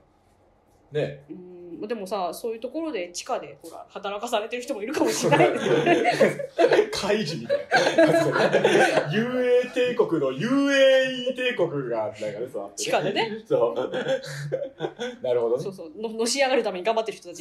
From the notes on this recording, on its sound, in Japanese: 初めての公開収録。サクラジ公開収録。